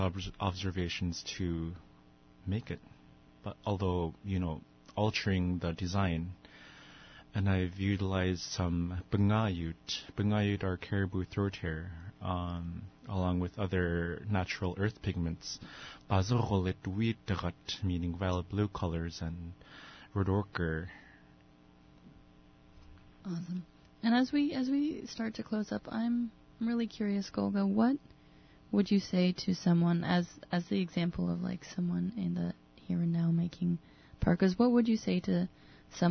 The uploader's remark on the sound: On the phone